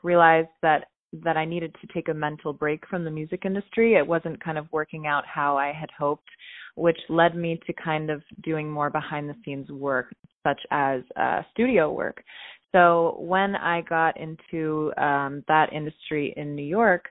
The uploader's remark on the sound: On the phone